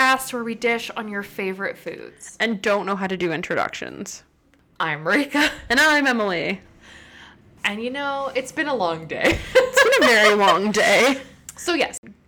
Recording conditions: sounds in the background